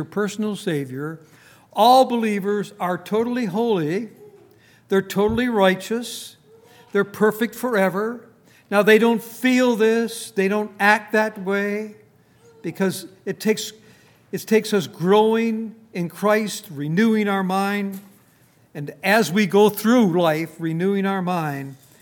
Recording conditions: large echoing room